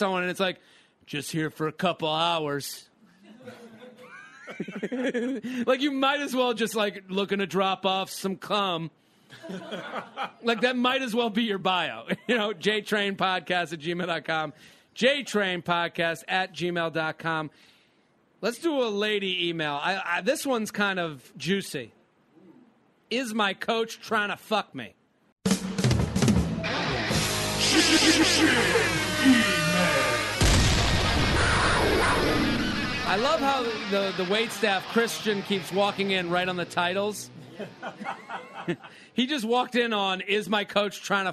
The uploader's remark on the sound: Special bonus episode record LIVE from Chatter in Washington D.C.